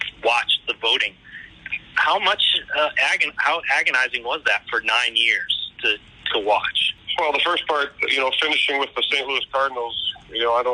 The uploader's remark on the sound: TSC presents the official 2020 Baseball Hall of Fame Conference Call. Audio courtesy of and provided by MLB Advanced Media/MLB Pressbox.